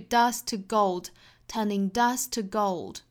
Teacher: Dust 后面的 t 的发音把它省略掉，因为后面 to 呢也是 t 打头嘛